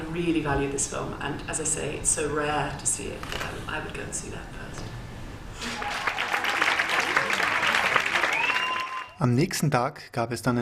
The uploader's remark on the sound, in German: Bei der Viennale. Im Rahmen einer Pressekonferenz.